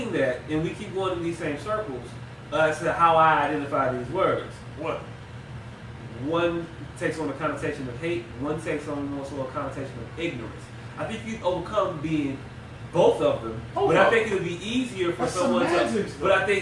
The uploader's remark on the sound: We fought through technical difficulties.